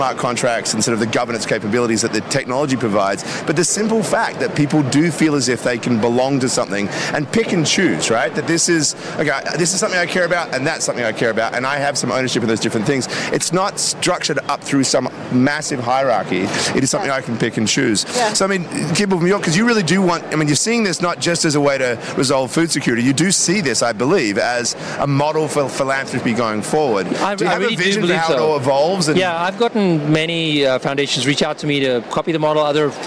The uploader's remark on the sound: Live from Consensus in Austin, Texas